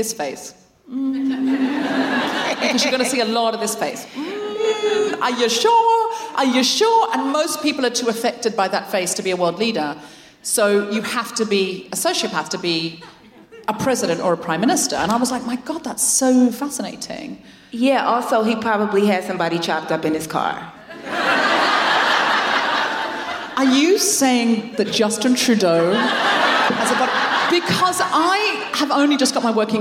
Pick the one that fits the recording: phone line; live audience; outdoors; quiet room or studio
live audience